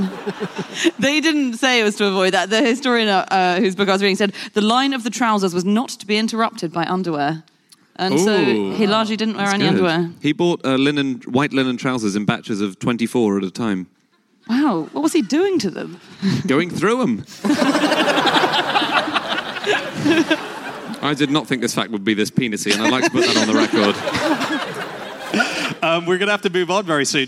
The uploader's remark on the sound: Live from the Lyric Theatre in London.